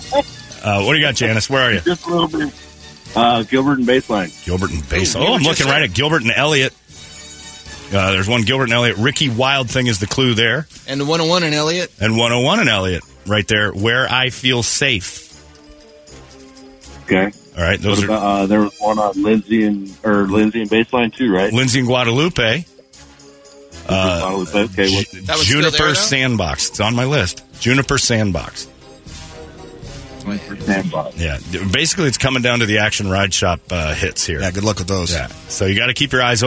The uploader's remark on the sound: Third And Fourth Rounds Of Call Ins